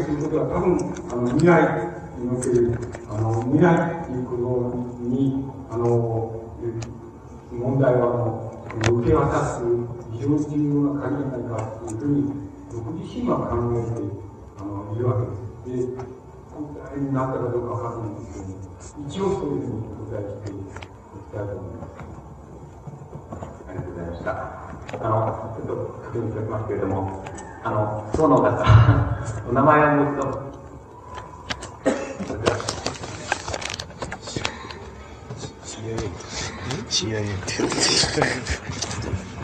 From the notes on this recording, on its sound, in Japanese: 音質：２。主催：近代文学研究会（雑誌「城」の研究会）。場所：佐賀市民会館。近代文学研究会 例会 二百回記念講演会として行われた。ノイズが多く、ホールの残響音もあって 聞き取りづらい。